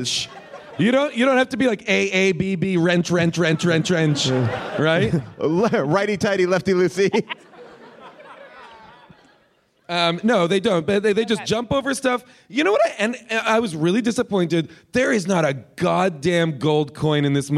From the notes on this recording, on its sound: LIVE at Bumbershoot!